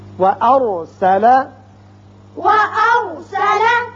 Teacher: را پر کریں گے اس لیے کہ پہلے زبر ہے